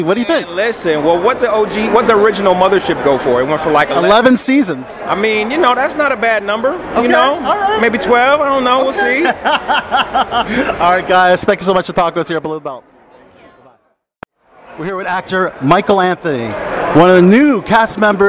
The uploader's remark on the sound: in-person interviews from the 2023 Tribecal Festival